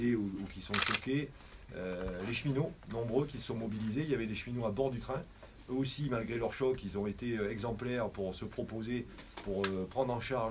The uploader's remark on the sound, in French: Extraits de la conférence de presse qui s'est tenue à la mairie d'Ingenheim